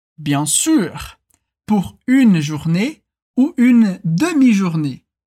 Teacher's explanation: como a gente tem uma pergunta, a entonação sempre vai subindo